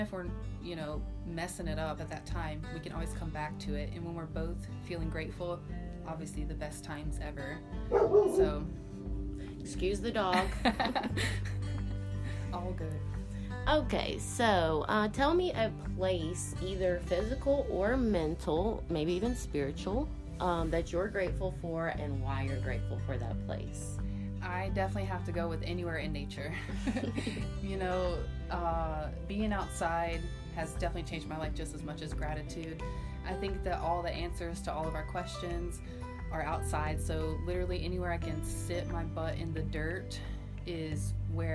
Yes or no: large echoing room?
no